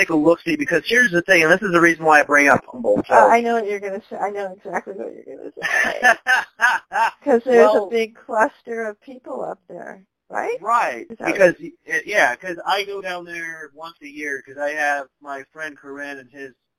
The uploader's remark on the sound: At the time, a phone interview via our usual ways was not permitted, so the conversation instead was recorded on the phone.